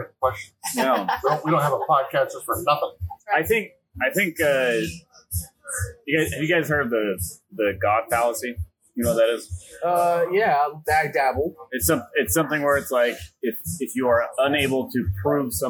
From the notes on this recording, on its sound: Sleep Paralysis LIVE From Applebees! Our original podcasting plans fell apart thanks to some weather issues. We all wound up at an Applebees, slapped the recorder on the table and just dove into it.